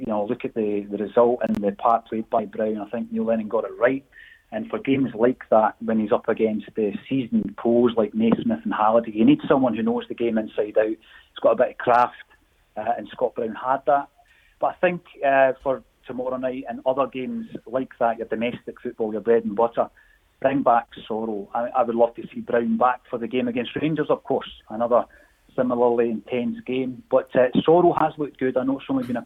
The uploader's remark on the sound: on the phone for the OPC Energy LTD Go Radio Football show